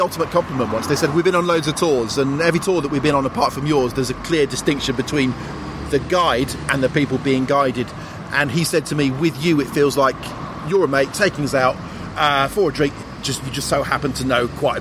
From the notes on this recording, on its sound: If you like the sound of the pubs in this episode